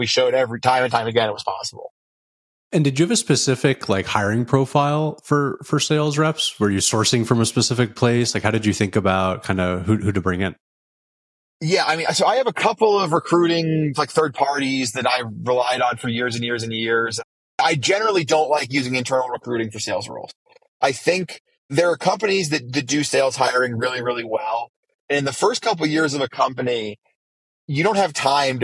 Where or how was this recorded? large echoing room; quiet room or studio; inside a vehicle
inside a vehicle